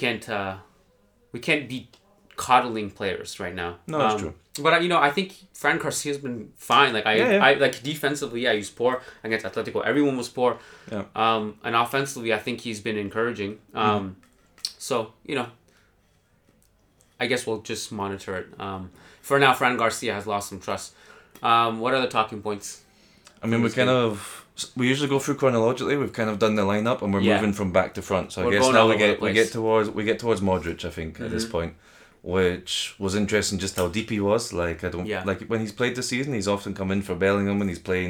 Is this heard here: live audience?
no